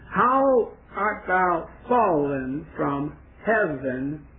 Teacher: one accented syllable followed by two unaccented syllables